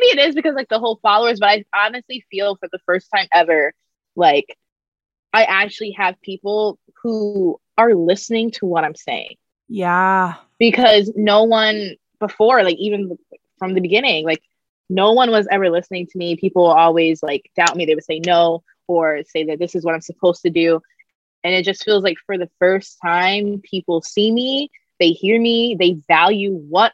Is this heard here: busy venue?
no